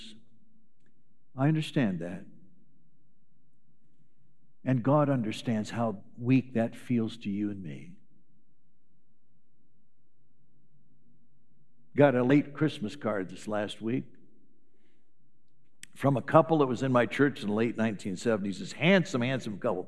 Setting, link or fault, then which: setting, large echoing room